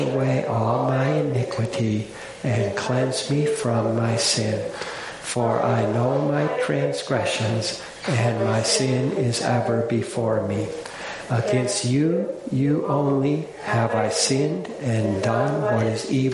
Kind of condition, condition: setting, large echoing room